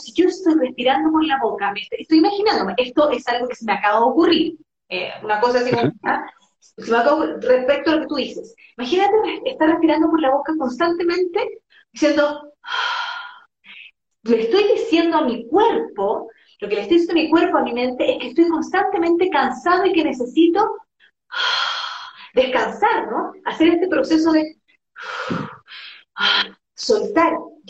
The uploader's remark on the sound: decidimos hacer un Live en Instagram